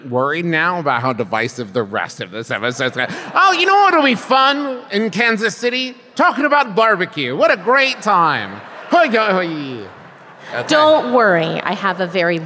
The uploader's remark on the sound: This week’s episode is the LIVE show from Kansas City, MO!